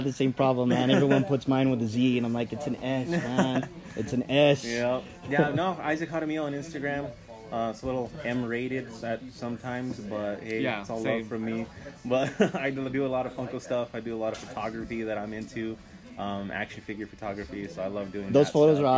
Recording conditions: busy venue